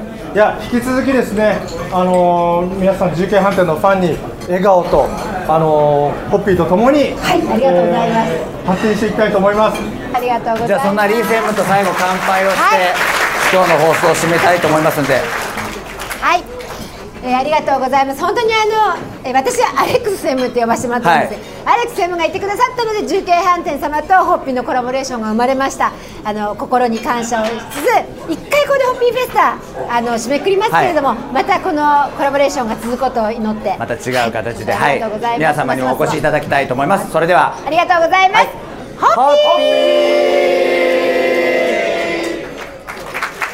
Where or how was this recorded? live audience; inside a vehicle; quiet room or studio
live audience